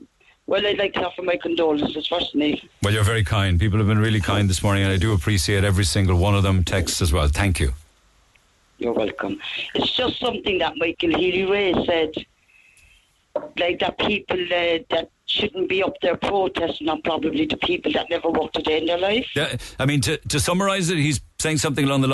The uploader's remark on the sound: then the actual bride involved called